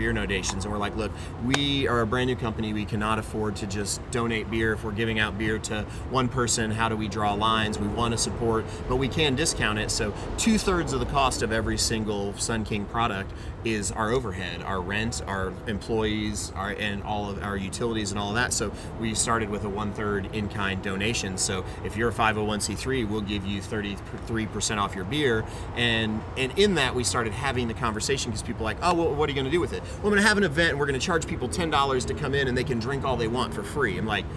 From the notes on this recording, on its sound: LIVE at Sun King Brewery in downtown Indianapolis!